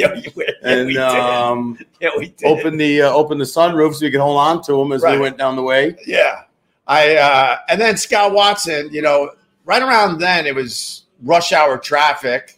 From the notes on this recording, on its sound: Recorded at Tuesdays at Gebhards with my friend and the owner of Gebhards. Someone is crashing our livestream.